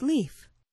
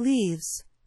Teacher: The voiceless sound F takes on a voiced quality, or V